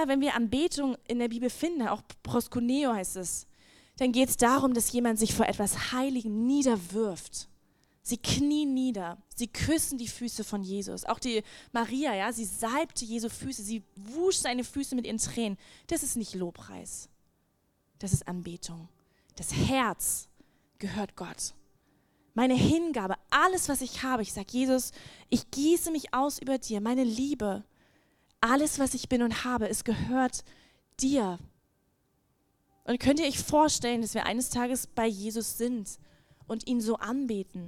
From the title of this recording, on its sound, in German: Lobpreis und Anbetung - Gottesdienst Predigt